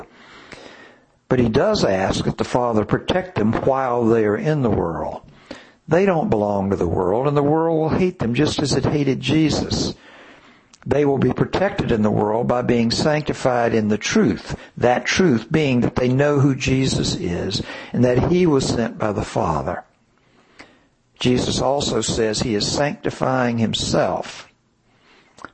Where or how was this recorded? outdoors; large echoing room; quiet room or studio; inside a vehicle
large echoing room